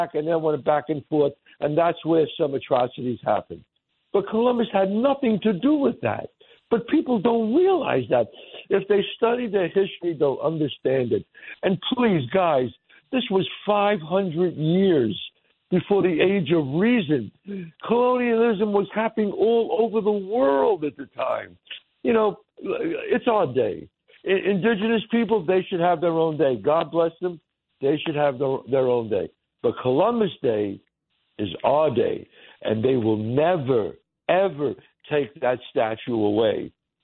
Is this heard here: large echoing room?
no